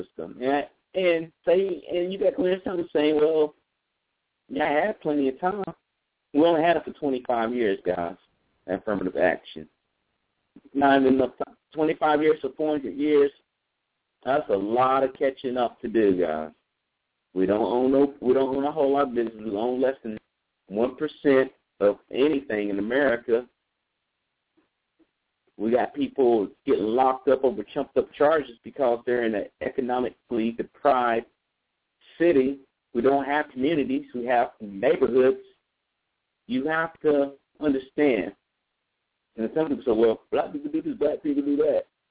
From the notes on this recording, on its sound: Call in live show